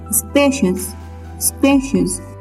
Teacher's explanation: The stress on the word spacious is on the first syllable. It means it is on S-P-A.